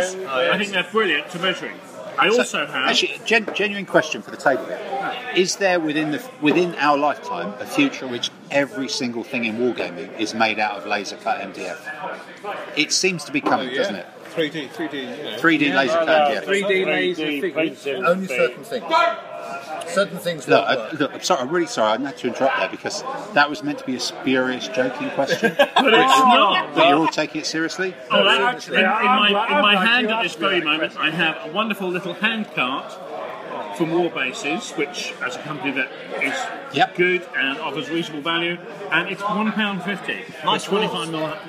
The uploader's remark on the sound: A "straight to live" recording made in the beer garden of the Fox pub at the ExCeL Centre, London. Admittedly this is not the most salubrious of locations, however Audacity software has managed to iron out most of the background noise making this a pretty solid podcast recorded live in the Fox, which this particular weekend has been the resting place for weary and thirsty gamers escaping from the mega-show that was Salute!